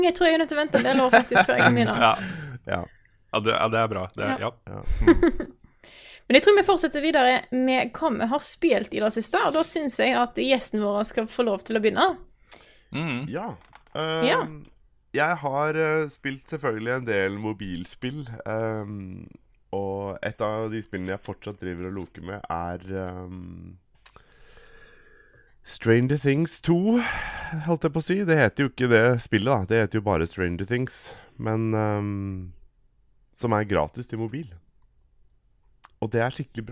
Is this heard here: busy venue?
no